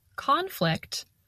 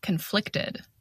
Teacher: We stress the first syllable in the noun conflict, and we stress the second syllable in the adjective conflicted.